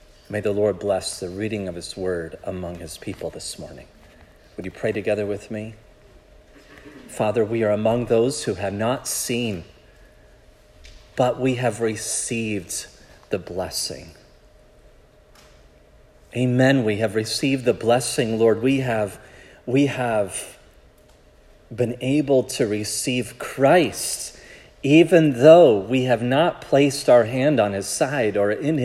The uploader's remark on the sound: This sermon was preached at Providence Church